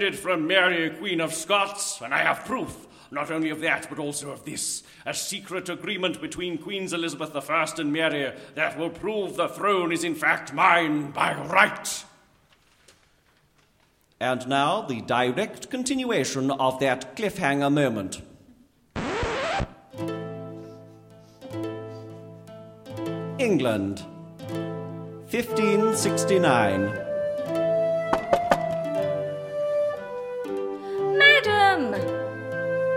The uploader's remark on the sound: Recorded live at Colchester Arts Centre.